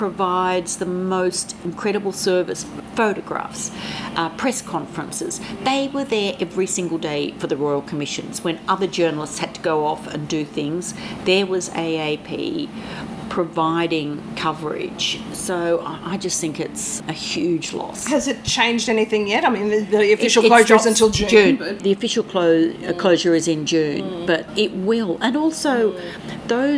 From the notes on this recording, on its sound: We did this interview at a cafe in Paddington, Sydney just as Coronavirus was starting to change the face of the city.